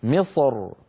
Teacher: الراء لما نقف على مصر تكون ساكنة، وقبلها حرف استعلاء ساكن، وقبل حرف الاستعلاء الساكن كسرة. فبعض العرب كان إذا وقف على مصر يفخم الراء من أجل الصاد المستعلية قبلها فيقول مصر، وبعض العرب كان إذا وقف رقق الراء فيقول مصر مصر، فيرقق الراء من أجل الكسرة التي على الميم.